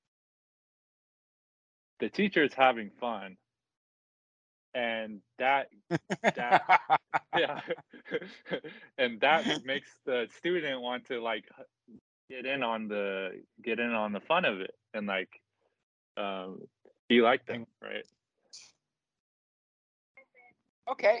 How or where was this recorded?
video call